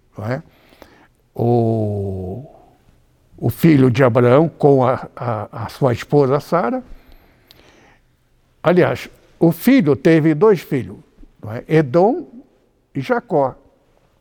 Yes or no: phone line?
no